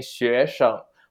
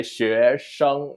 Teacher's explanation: we drop a lot of the neutral tones, and then instead we would use a regular tone instead · Shown in: second take